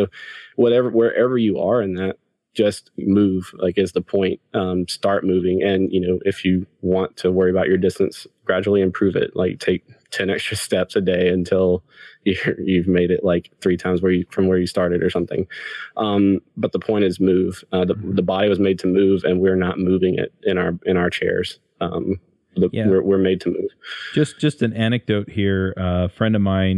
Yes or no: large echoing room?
no